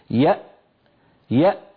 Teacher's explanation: فنجد أن الوترين الصوتيين ينقفلان تماما ولا يبقى مجال لمرور ذرة من الصوت · Term: همزة ساكنة